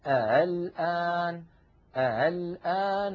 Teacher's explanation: السطر الثاني يبين لنا حالة التسهيل، دخلت همزة الاستفهام على قوله تعالى الآن فصار النطق بعد دخول همزة الاستفهام، تغيرت همزة الوصل فصارت مسهلة